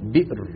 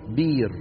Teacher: قبيلة تقول بئر مهموزة، وقبيلة أخرى تقول بير